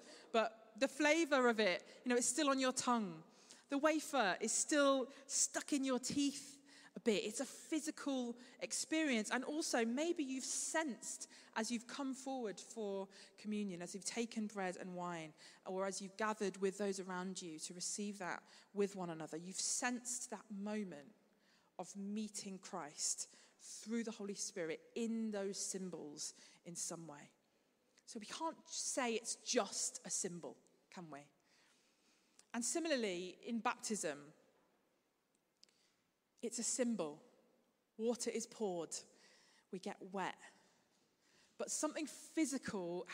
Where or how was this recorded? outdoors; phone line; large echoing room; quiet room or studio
large echoing room